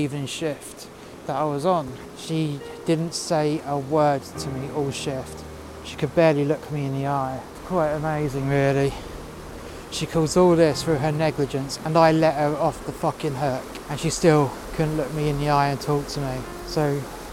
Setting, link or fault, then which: setting, outdoors